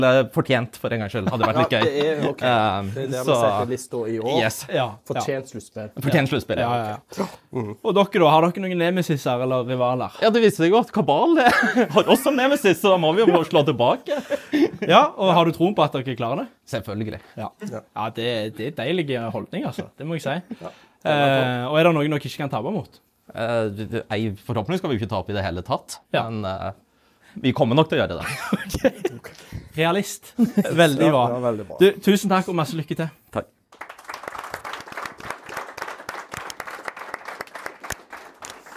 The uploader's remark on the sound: Live fra kickoff i 3.div på Haven.